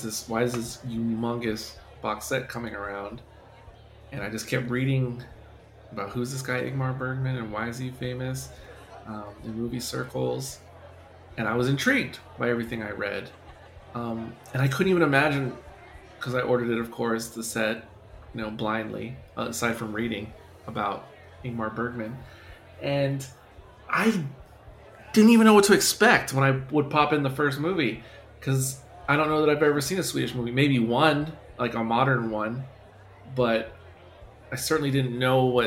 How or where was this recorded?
live audience